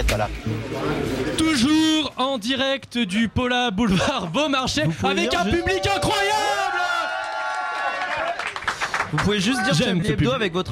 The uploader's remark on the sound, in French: Un Chablis exceptionnel en direct du Pola, dans le cadre de la soirée spéciale Europe avec Euroscope. Qui n'avait pas de micro ce soir.